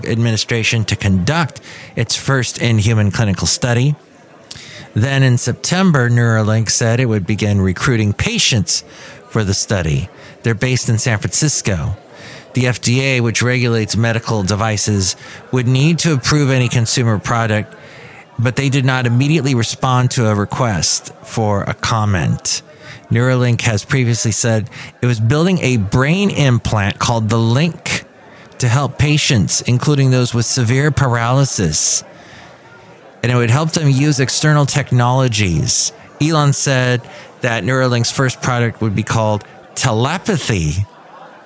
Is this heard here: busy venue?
yes